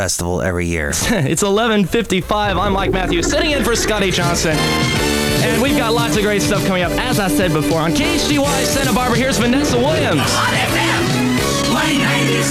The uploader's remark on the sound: podcasts live from Café Anyway